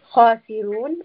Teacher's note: So kha is going to have the back of the tongue raised. Khasirun, we are pulling this for four counts and ending with a noon tawassut · Term: permanently heavy sound